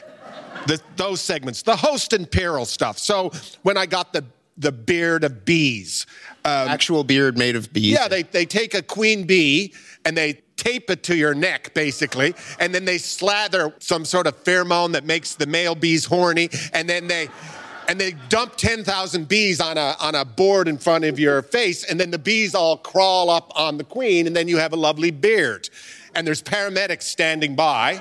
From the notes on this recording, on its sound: At a live event in Toronto’s Glenn Gould Studio